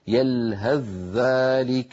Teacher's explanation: يلهث ذلك بذال مشددة لا يبقى للثاء أثر · Term: الإدغام